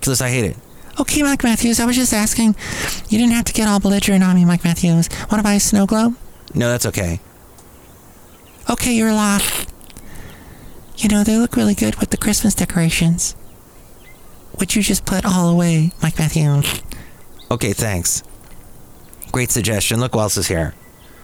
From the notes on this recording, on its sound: podcasts live from Cafe Anyway